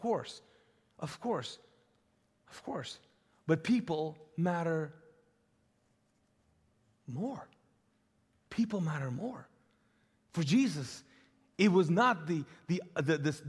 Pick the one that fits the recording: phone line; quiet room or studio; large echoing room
large echoing room